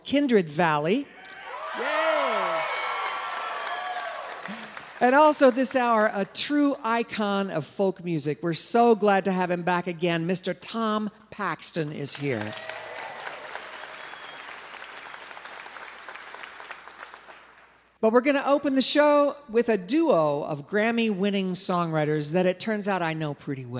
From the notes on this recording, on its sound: This episode was recorded on March 26thth, 2023, at Keith Albee Theater in Huntington, WV.